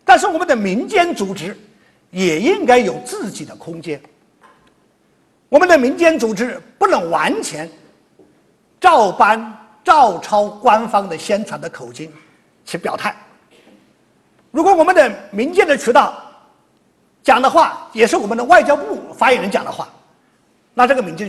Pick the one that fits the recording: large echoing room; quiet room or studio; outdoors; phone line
large echoing room